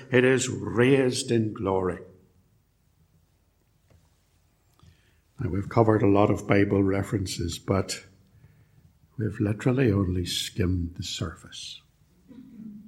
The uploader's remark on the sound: A sermon preached at Ballymacashon and Templepatrick Reformed Church, and recorded at Templepatrick